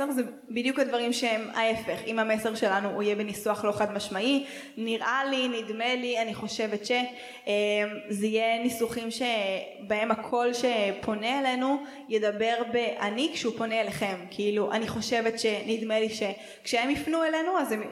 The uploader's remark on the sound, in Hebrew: וב1.9 עשינו הקלטת לייב, בבית חנה בתל אביב והקלטנו יחד את פרק השנה.